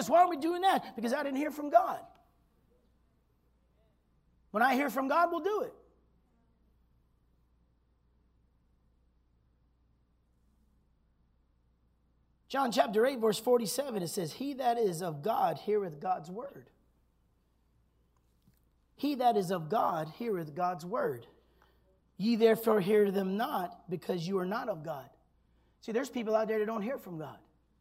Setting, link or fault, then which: setting, large echoing room